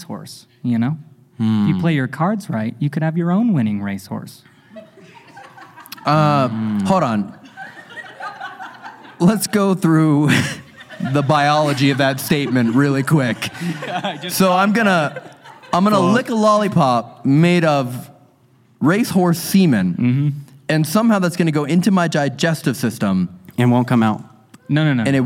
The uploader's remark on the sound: This episode was filmed in front of a live audience at the haunted Piper’s Opera House in Virginia City, NV on September 9, 2022.